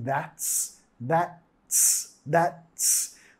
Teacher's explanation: vas a querer pegar la T y la S en that's